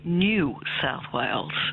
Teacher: Yes, it's a process known as yod dropping. So there's a y sound, as you pointed out, in the word new, the way we pronounce it, and that's been dropping out. That's the yod is the y.